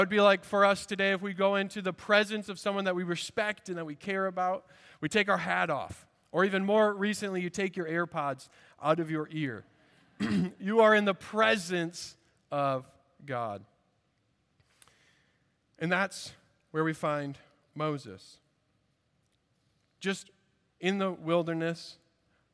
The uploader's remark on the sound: At Redeemer Presbyterian Church in Charleston, SC